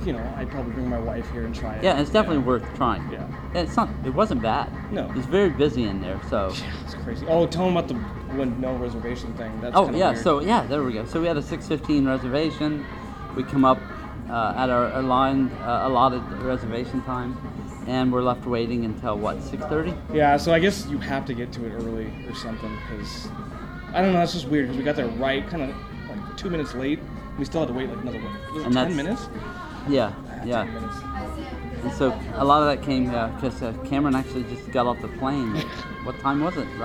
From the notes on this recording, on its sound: Live in Disney World. Follow along as they wander the parks.